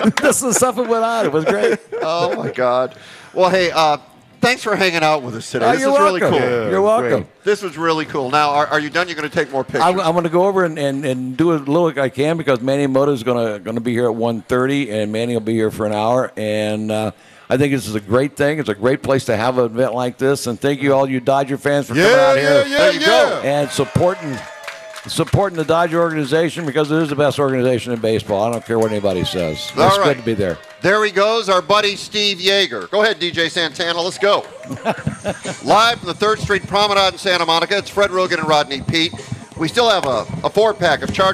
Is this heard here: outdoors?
yes